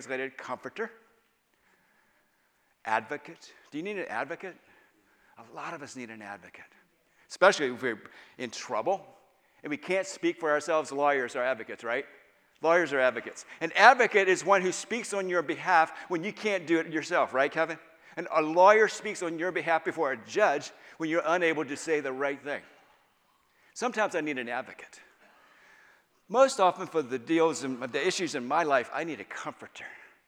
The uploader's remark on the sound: Final Session of All Souls' Ignite Conference (Inner Healing) Weekend.